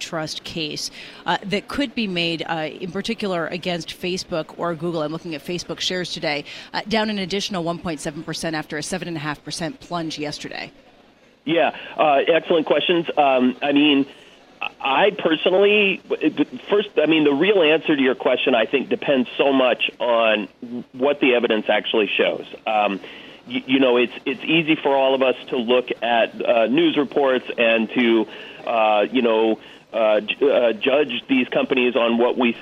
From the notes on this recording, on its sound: Broadcasting Live from the Bloomberg Invest New York conference.